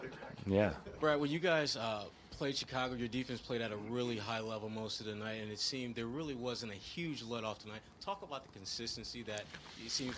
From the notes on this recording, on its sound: Full Report from TD Garden, Player/Coach Interviews